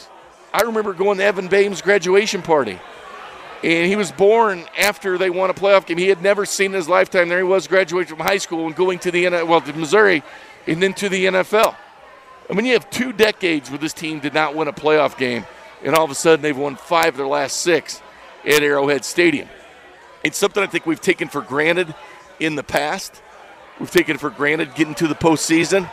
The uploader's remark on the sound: Opens the show live from Cinder Block Brewery.